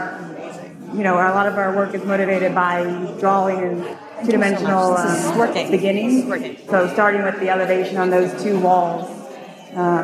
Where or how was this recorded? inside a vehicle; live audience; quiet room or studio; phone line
live audience